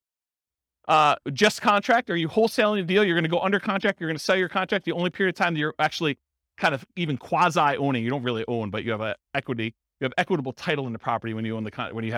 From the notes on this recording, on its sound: This was a live class recorded. In Gilbert, Arizona.